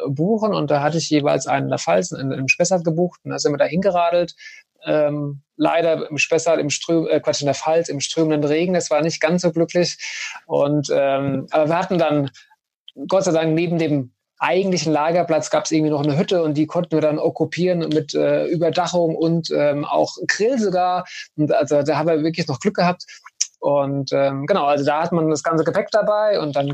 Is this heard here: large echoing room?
no